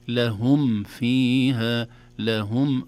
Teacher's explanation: في المرة الأولى قرأت لهم فيها كان في غنى أو عدم إظهار للميم في كلمة لهم وبعدها فاء، ولكن الصحيح أن الميم الساكنة إذا جاء بعدها فاء تظهر. وأظهر لدى واو وفاء أن تختفي لقربها الميم من الشفتين لهم والفاء من الشفة السفلى في فاء، أصبح حرفان متقاربان.